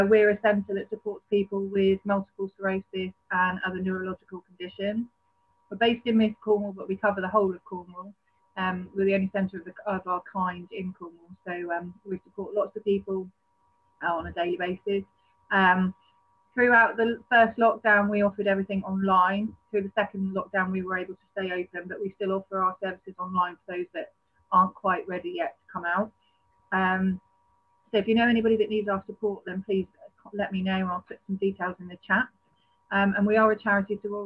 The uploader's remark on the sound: Online networking event over Zoom. Listen to the different business owners on the call.